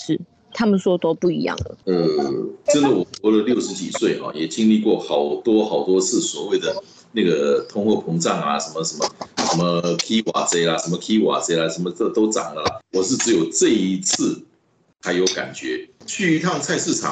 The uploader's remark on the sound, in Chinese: 本集於住宿公共空間進行錄音，故會出現些許背景音，若影響收聽品質請見諒!